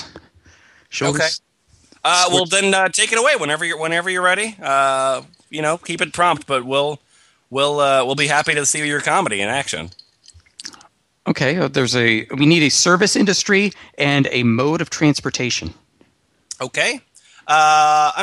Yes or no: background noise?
no